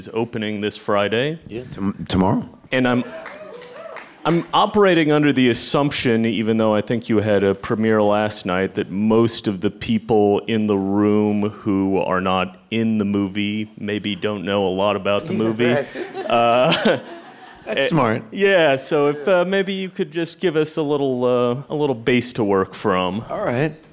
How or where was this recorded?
live audience